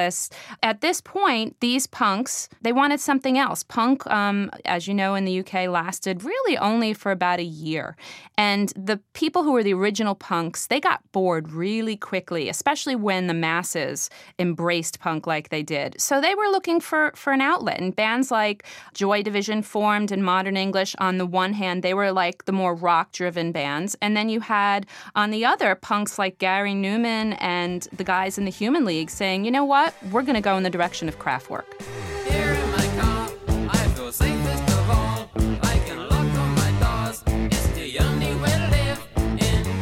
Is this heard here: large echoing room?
no